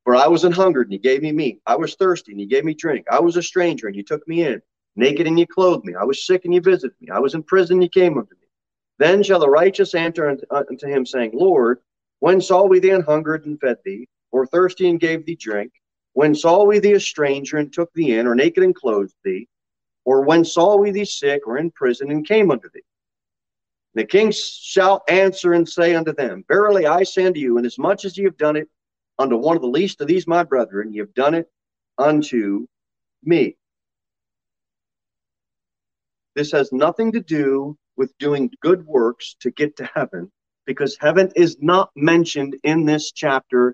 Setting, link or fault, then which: setting, large echoing room